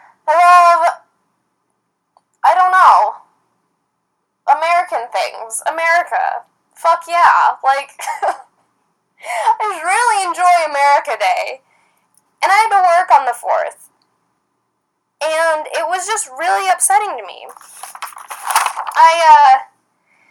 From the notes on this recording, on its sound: Apologies for the low quality sound, this one was a PAIN to save and get up. From corrupted SD cards to sketchy transferring methods.